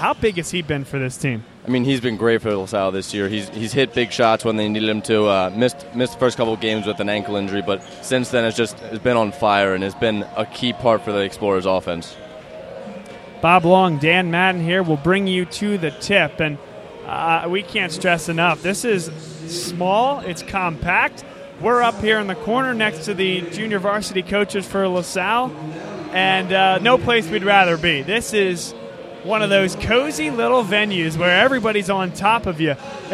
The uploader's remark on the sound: live from Lansdale Catholic